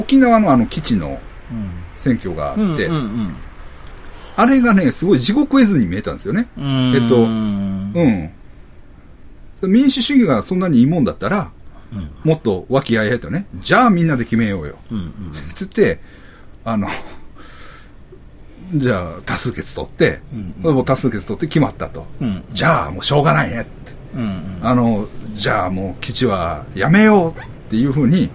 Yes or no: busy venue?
no